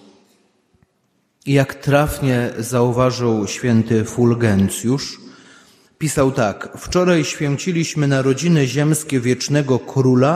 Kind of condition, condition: setting, large echoing room